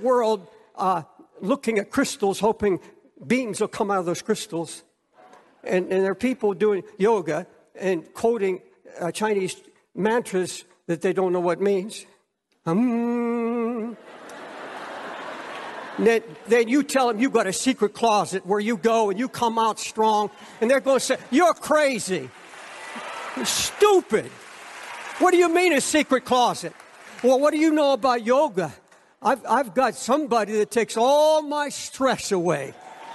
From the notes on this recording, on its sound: Preached from Time Square Church.